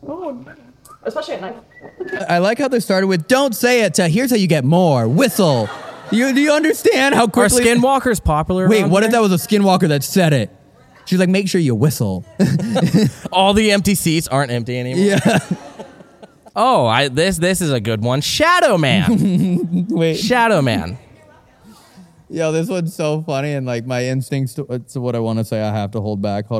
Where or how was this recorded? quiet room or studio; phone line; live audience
live audience